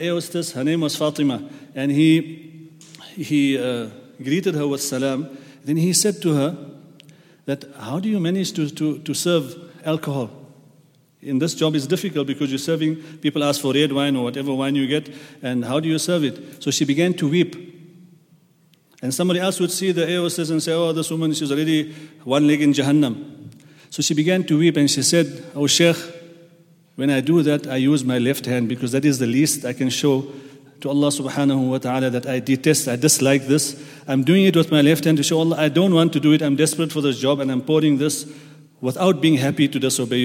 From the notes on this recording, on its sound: at the Houghton Masjid (West Street)